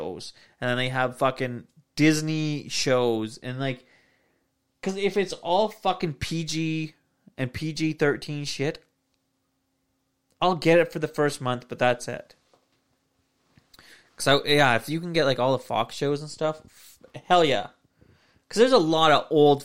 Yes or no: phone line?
no